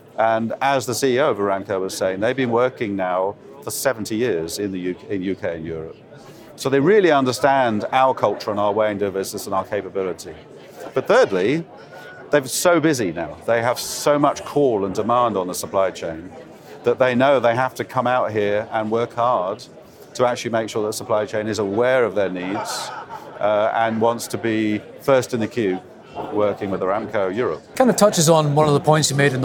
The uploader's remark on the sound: In this pod, again from day one of the Energy Exports Conference at P&J in Aberdeen.